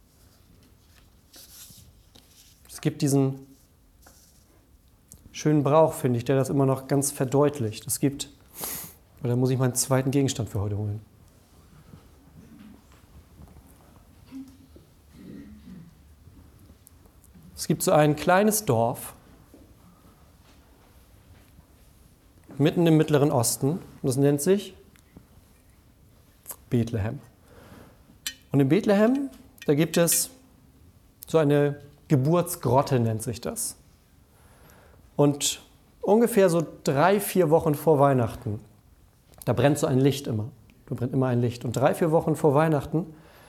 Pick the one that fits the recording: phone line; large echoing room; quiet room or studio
large echoing room